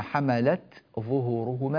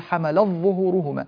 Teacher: ففي تاء التأنيث إذا جاء بعدها ظاء قرأها الأصبهاني بالإظهار · Shown in: first take · فيقول مثلا إلا ما حملت ظهورهما، بدل حمل الظهورهما التي أدغمها ورش، كما نعلم ورش من طريق الأزرق يدغم فيقول حمل الظهورهما، أما الأصبهاني فلا، يقرأ حملت ظهورهما.